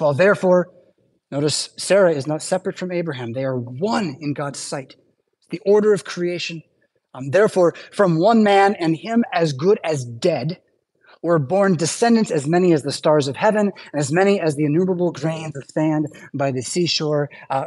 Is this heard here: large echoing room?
yes